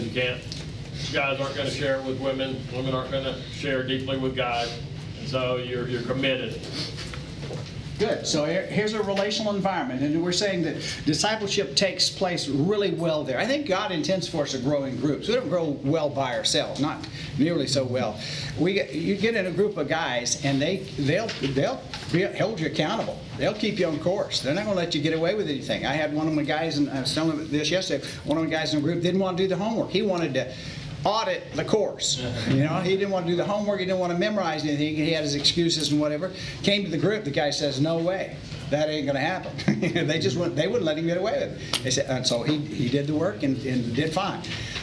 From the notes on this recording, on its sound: Today’s audio comes from the National Disciple Making Forum by Discipleship.org. Global Discipleship Initiative hosted a track called “Turning Your Church into a Disciple Making Mission.”